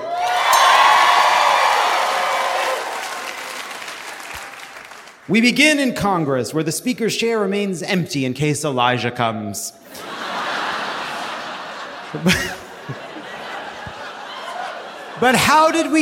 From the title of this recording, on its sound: Live from DC!